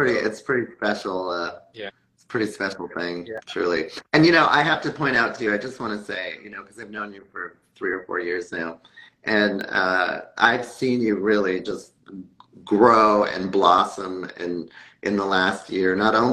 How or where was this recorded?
video call